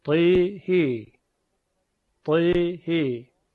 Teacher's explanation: در دو حرف طا و ها الف اماله میشه